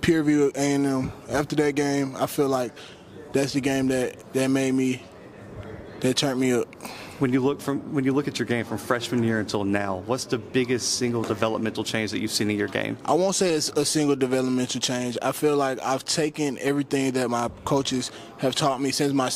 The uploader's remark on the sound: The Bluebloods are live from SWAC Media Day in Birmingham, Alabama.